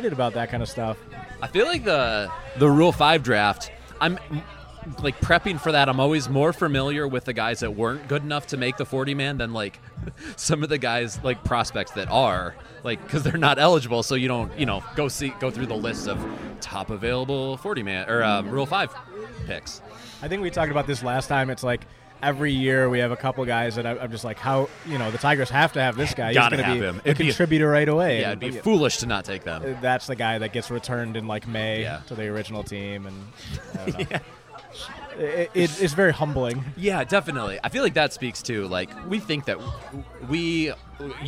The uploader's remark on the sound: Live at Mootz Pizzeria in downtown Detroit for the annual holiday episode.